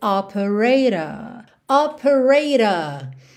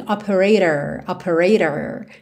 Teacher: O T tarararã tá americanizado, mas o R não tá enrolado · Shown in: first take